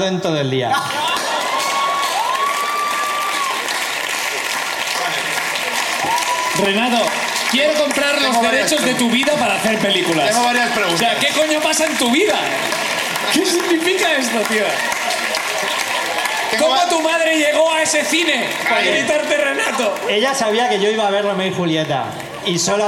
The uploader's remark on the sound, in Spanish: Vuelve La Ruina al festival Cruïlla. Gente del público sube a contar sus miserias.